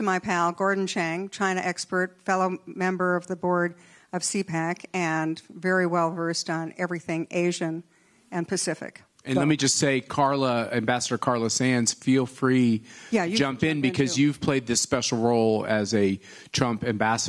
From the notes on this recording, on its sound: Live From CPAC International Panel